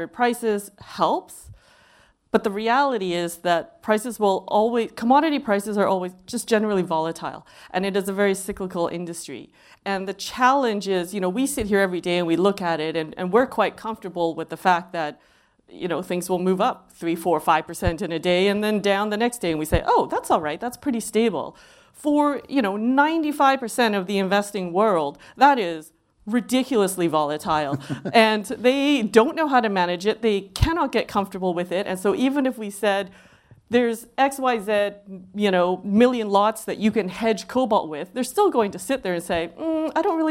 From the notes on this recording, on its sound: On February 22, in London, Benchmark Minerals Intelligence hosted the HC Insider Podcast in front of a live audience to discuss.